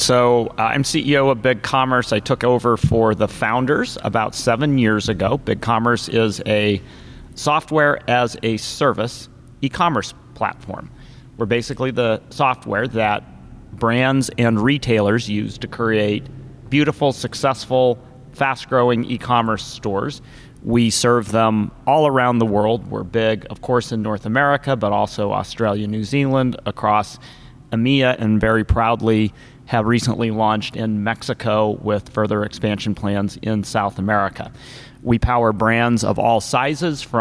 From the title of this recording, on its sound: Live from ShopTalk